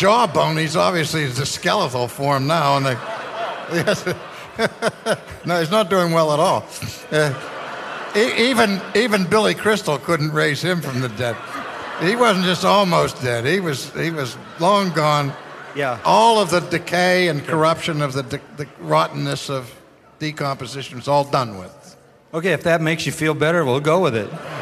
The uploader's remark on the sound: This Q&A session is from a conference in 2010 called “ Christless Christianity: 2010 West Coast Conference.”